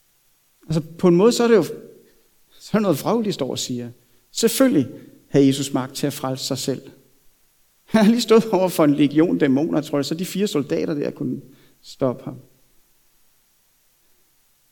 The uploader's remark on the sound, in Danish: prædiken er optaget fra Københavnerkirken